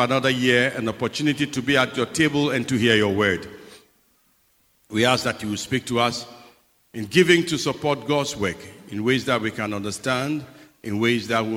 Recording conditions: large echoing room